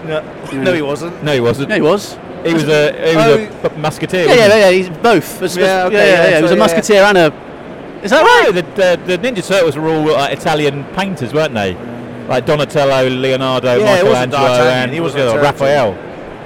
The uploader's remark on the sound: In this live (or as live as we could make it) podcast from the show floor of Manufacturing and Engineering Week.